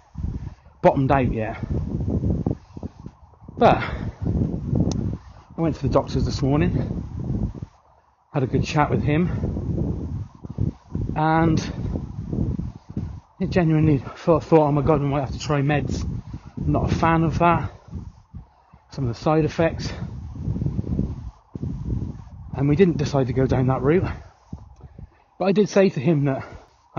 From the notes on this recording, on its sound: While taking my little sausage dog Fred for a walk, to record some ramblings.